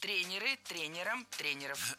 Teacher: Всегда ударяем «е» в первом слоге.